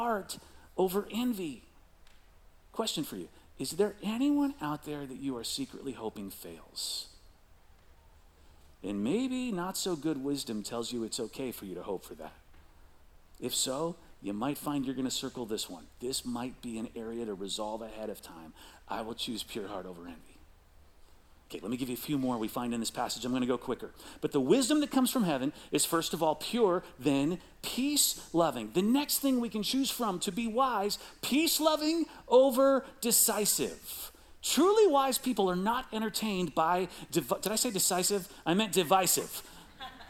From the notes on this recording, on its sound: Recorded live at CrossWinds Church on May 14, 2023.